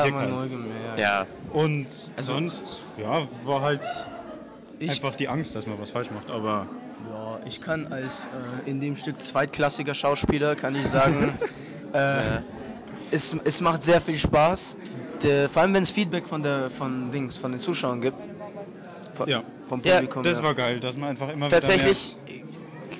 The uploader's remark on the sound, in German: Live vor Ort von den Theateraufführungen im Langhaussaal berichtet. Vorwarnung: Übersteuerung, lieber nicht mit Kopfhörern anhören.